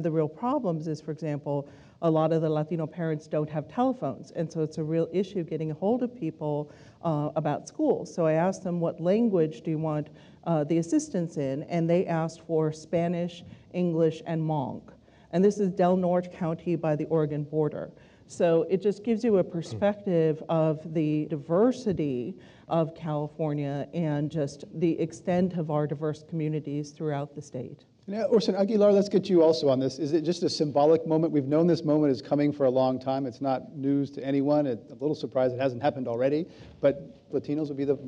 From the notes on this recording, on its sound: This program was recorded in front of a live audience at The Commonwealth Club of California on February 7, 2014